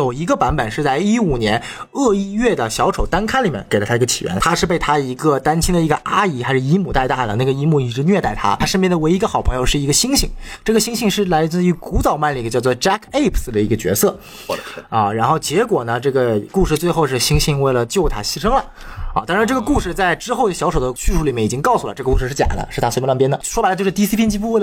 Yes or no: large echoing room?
no